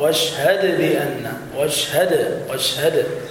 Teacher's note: القلقلة مائلة إلى الفتح فلا تقل واشهدي، خطأ، هذه كسرة